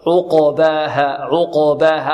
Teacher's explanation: القاف هنا ساكنة، ولذلك تقلقل وماذا؟ وتفخم.